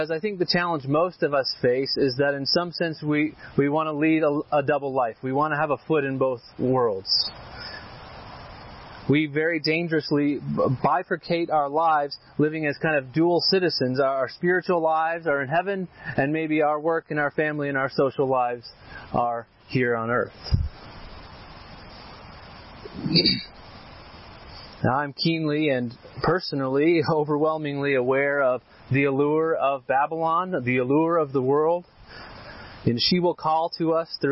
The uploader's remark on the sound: This sermon was preached at our annual outdoor worship service and picnic on the Chrystal River.